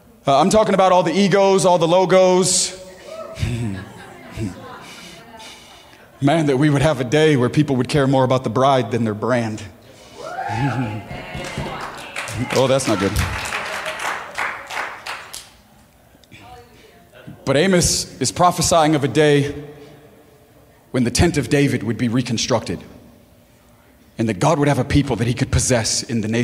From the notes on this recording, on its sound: preaching at Gold Street Garden Church for the Selfless Conference 2020